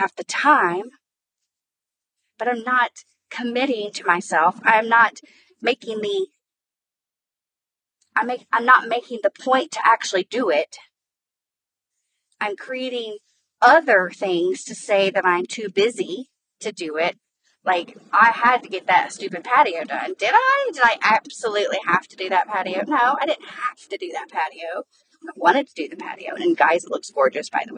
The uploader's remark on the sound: Wanted to share even though the audio sucks bad. I am sorry for the quality of the audio. I was not about to wait and find a quiet spot to get these thoughts out of my head in order to share.